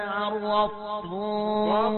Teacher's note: عرضتم يا ضار مفخمة مستطيلة